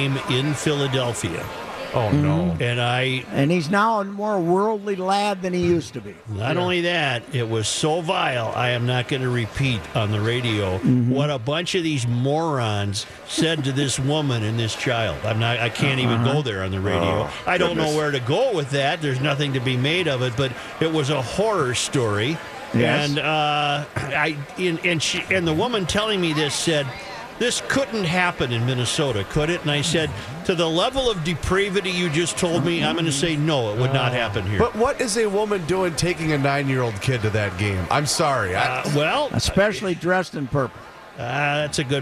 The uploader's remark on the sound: live from Radio Row at the Mall of America